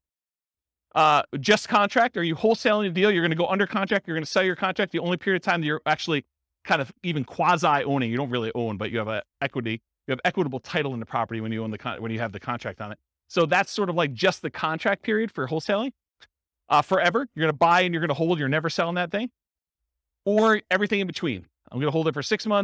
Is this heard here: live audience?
yes